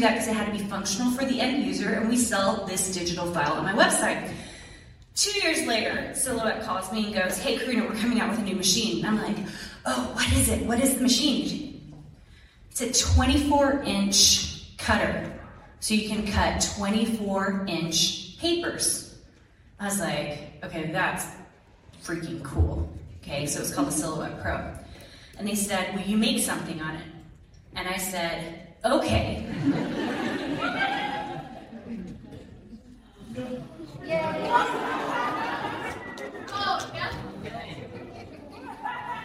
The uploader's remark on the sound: Lecture to BYU Idaho's Art Department. She spoke to about 200 students about selling their art.